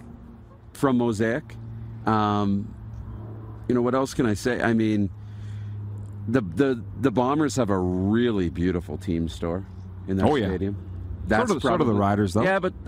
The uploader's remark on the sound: We are LIVE from the Grey Eagle Resort and Casino in Calgary, Alberta!